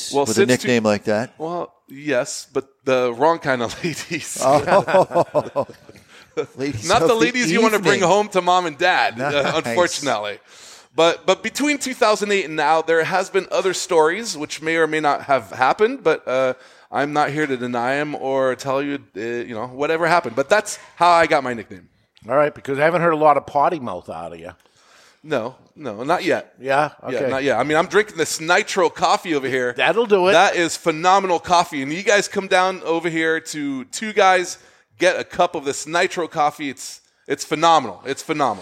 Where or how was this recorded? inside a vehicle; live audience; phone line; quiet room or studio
live audience